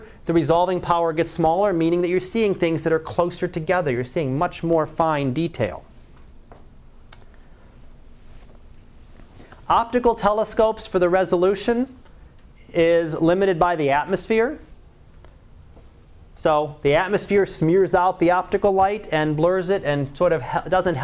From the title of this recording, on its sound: Live Class Lecture 2012 Sep 17